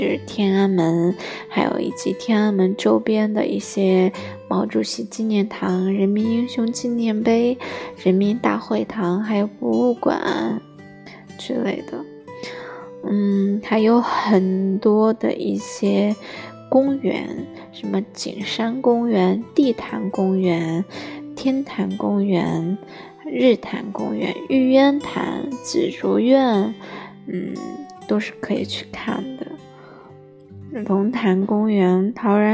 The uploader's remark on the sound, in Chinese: 刚开始有些磕巴，大家多多包含呀，后面就没啥错了。第一次用手机录制。